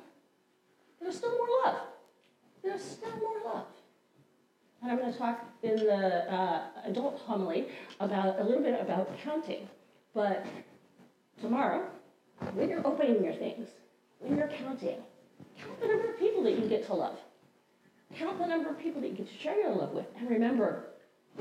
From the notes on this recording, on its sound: Resurrection Lutheran Church - Sunday Service 01-01-23.